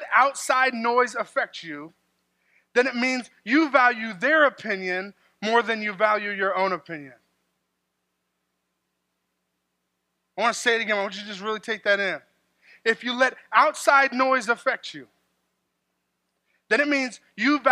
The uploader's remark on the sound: This sermon was delivered on March 3rd, 2024 at Grace Church in Granger, Indiana.